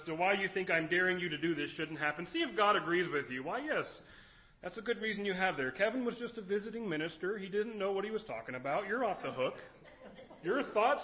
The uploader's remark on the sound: Recorded at Kamiah Valley View Church of the Nazarene